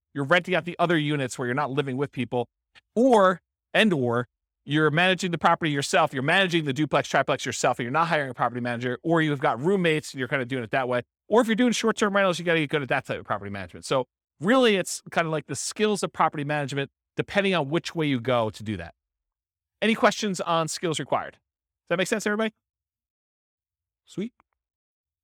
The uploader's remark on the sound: This was a live class recorded